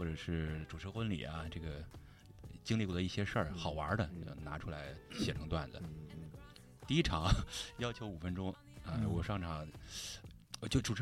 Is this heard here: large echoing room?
no